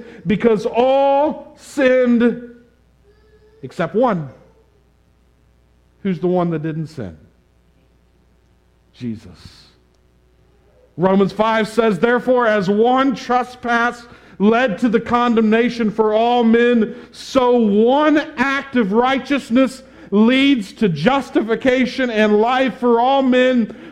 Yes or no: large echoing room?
yes